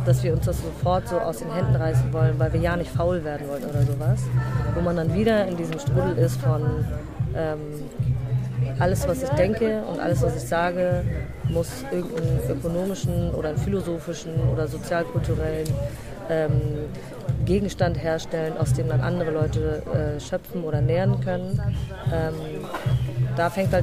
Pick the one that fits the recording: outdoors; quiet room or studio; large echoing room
outdoors